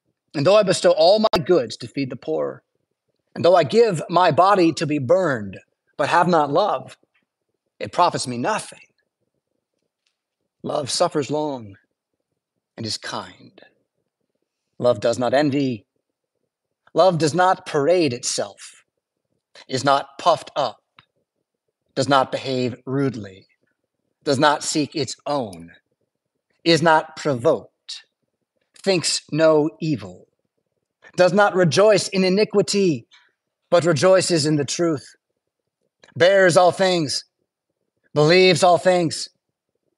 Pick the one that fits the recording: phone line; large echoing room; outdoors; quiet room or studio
large echoing room